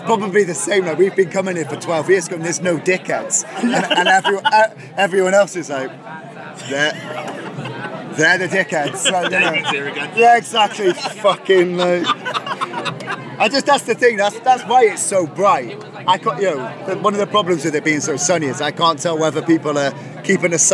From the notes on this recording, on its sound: From our 'Live from 2000 Trees 2023' series.